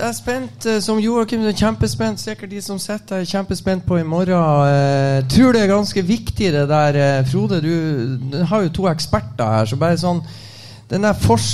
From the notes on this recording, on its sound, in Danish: Live fra Sportsbaren. Den fjerde Livepodden på Sportsbaren ble spilt inn onsdag kveld.